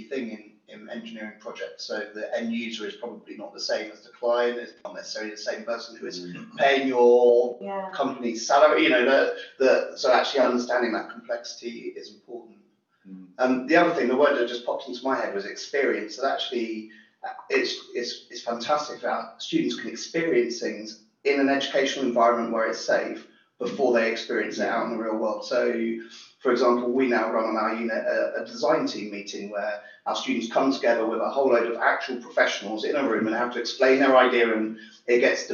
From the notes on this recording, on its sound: Our first ever podcast (before we got some better microphones!